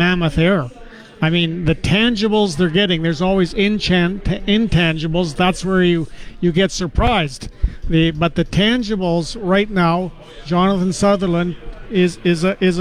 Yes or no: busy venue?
yes